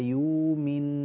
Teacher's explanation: حققت الهمزة ولم تأتي بالغنة، والصواب أن تأتي بالغنة لجميع القراء وتغير الهمزة هنا بالإبدال في رواية ورش